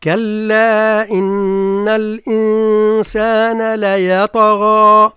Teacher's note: نفخم الطاء والقاف مع قلقلة الطاء